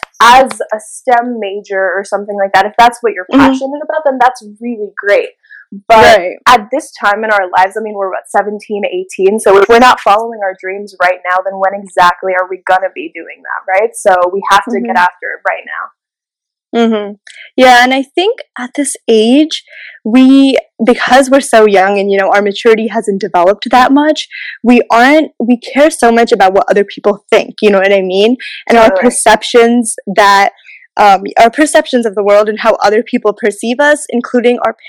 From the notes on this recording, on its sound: The audio quality is not the best in this one.